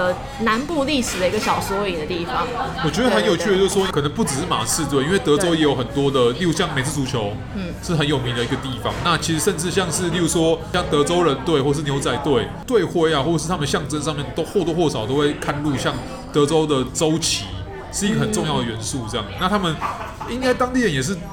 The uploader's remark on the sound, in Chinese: 本集白噪音指數：微風級 2/5。錄音地點： Toasteria Cafe 吐司利亞 - 永康店。